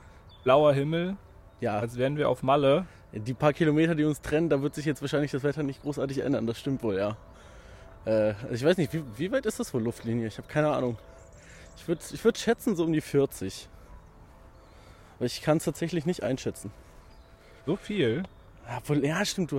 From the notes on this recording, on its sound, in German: Heute bin ich mal wieder in der Welt unterwegs gewesen bei der Aufnahme